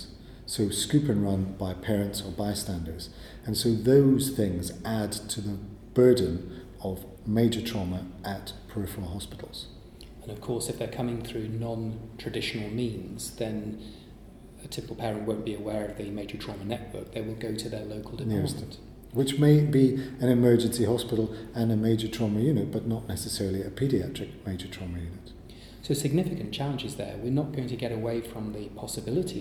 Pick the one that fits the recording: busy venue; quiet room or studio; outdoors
busy venue